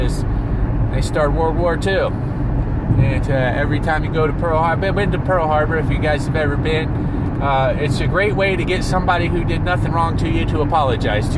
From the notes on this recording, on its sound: Driving Back From Grand Canyon.